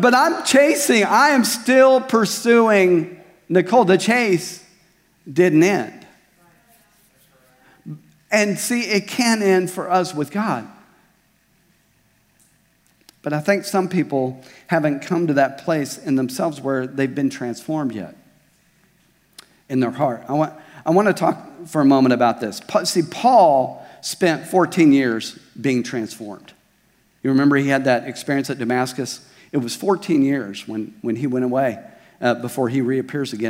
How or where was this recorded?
large echoing room